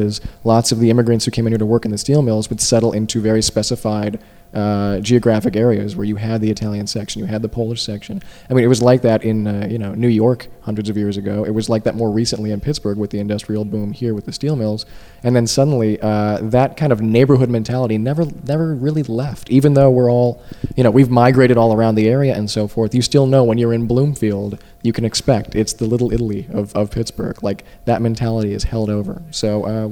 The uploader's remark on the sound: Recorded at Podcamp Pittsburgh 2 in August of 2007